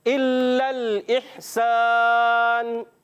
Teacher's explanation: لام میں غنہ تو نہیں ہوگا، مگر لام کو رک کر ادا کریں گے